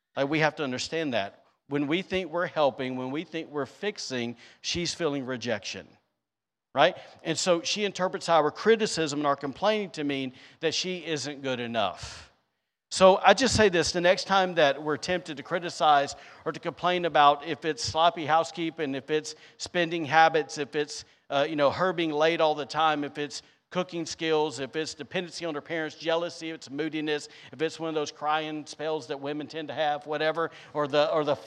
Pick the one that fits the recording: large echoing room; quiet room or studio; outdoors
large echoing room